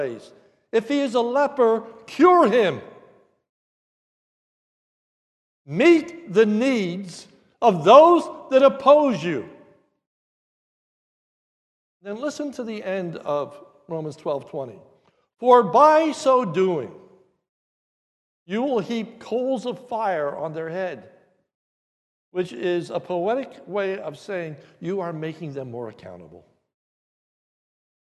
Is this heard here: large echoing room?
yes